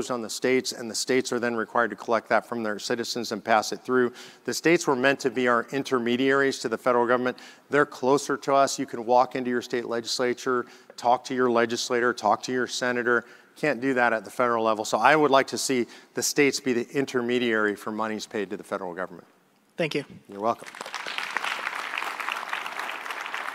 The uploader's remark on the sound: Speaks at the National Conservative Student Conference and answers questions from the audience.